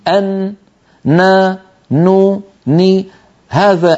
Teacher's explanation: طرف اللسان يقرع ما يحاذيه من غار الحنك الأعلى ويخرج غنة مع هذه القرعة من الخيشوم. · Term: حرف النون